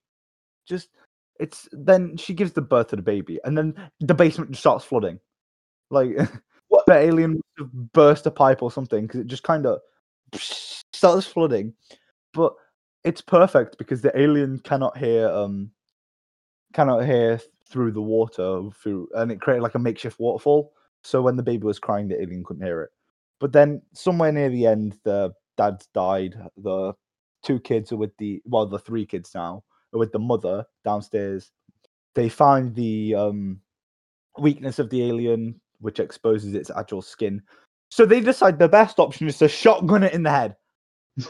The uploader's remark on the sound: It cuts off bits of audio but that's just a part of the chaos.